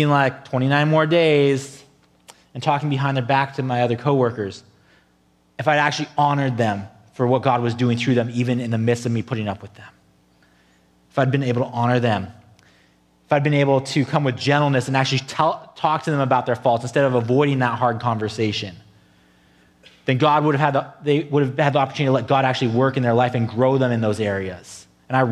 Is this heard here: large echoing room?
yes